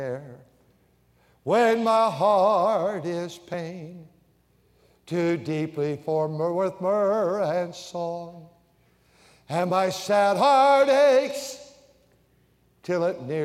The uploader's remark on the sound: during the Sunday Evening service on May 7, 2023, at North Valley Baptist Church in Santa Clara, California